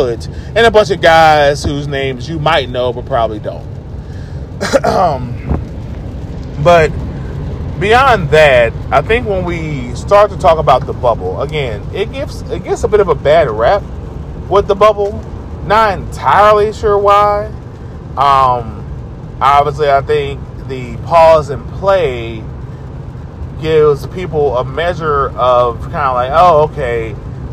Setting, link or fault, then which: setting, inside a vehicle